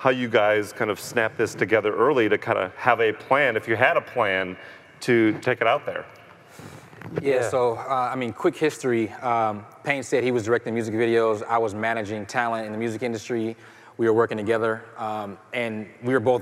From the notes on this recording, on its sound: Live from CrimeCon 2018